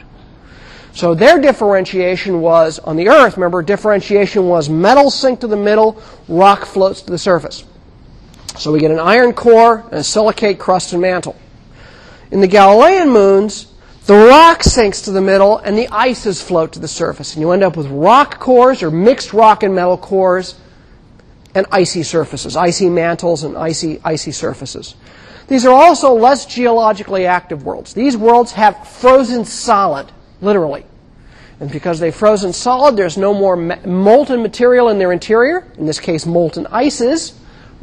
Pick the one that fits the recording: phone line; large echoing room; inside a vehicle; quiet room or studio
large echoing room